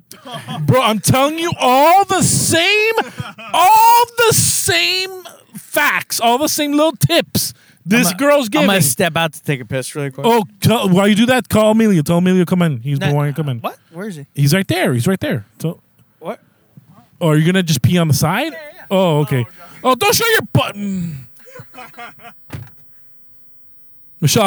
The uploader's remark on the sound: we are in the car